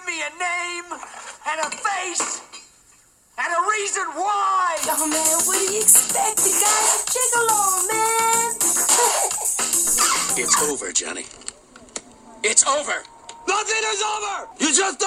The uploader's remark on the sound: reports live from the Oscars